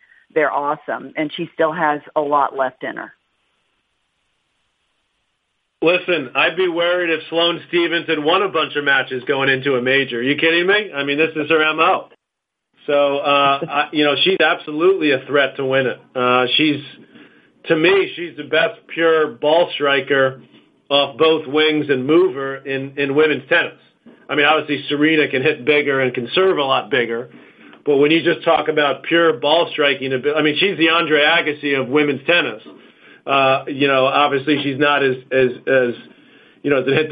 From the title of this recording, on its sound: Australian Open Conference Call